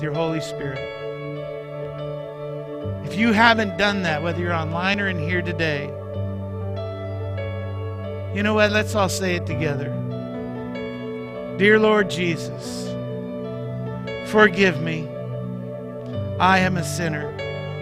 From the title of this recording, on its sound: Mt. Zion Church Live!